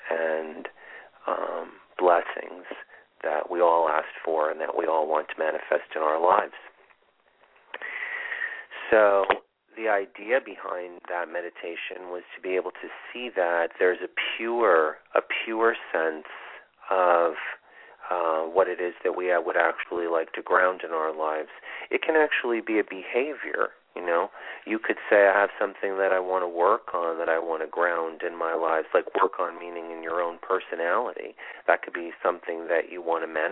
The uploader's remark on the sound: This is a call in show with live mini readings!